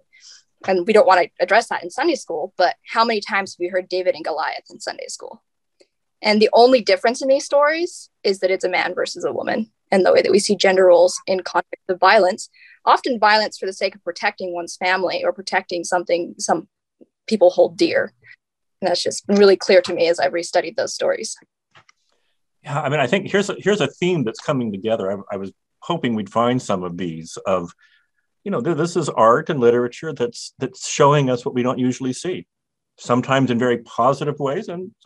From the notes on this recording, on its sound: Webinar/Facebook Live series